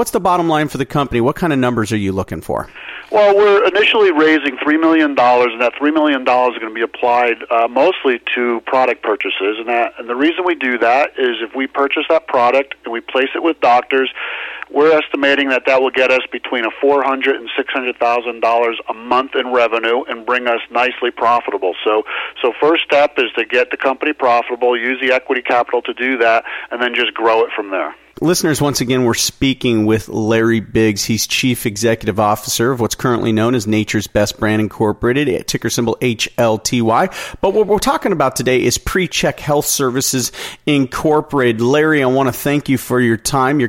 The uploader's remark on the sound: called in to SmallCapVoice